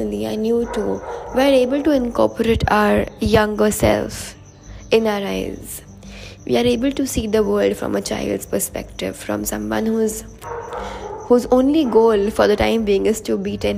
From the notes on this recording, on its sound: so sorry for the dogs in the background, had no better spot to record.